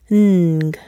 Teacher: The air goes through your nose, not through your mouth. · Term: Ng sound